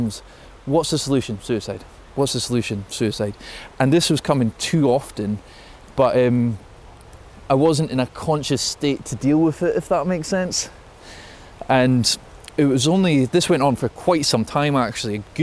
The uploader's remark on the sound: Take a walk and talk through Reelig Glen.